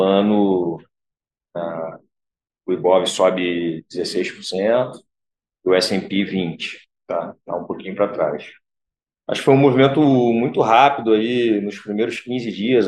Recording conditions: video call